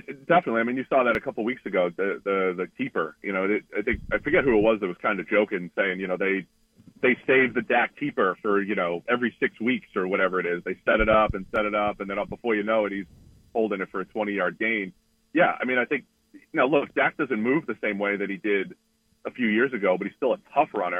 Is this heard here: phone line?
yes